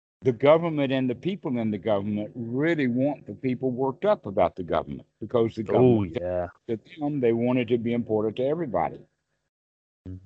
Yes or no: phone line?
yes